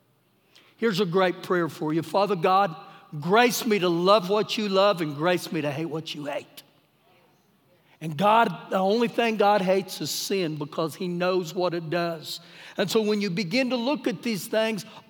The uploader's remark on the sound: Recorded live during our Sunday morning service